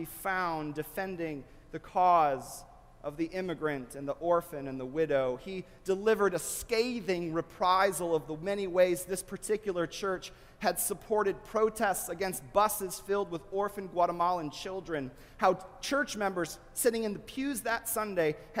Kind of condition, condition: setting, large echoing room